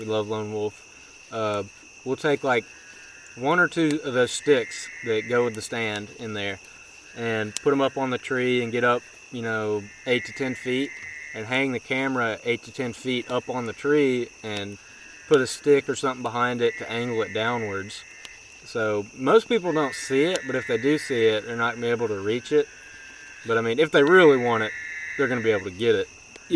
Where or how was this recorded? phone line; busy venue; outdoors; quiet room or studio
outdoors